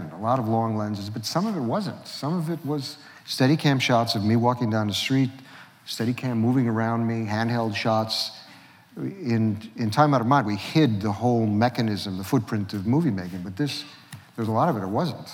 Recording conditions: live audience